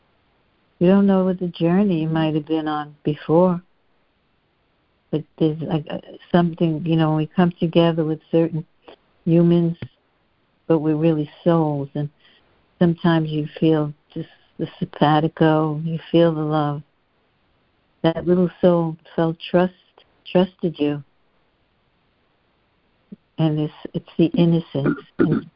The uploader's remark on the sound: CONF CALL. Students are joining together on a Free Conference Call.